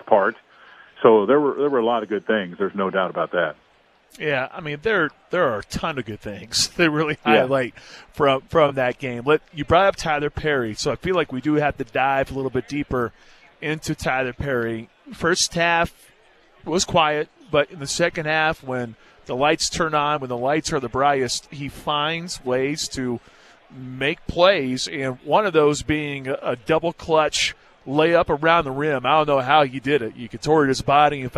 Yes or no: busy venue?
yes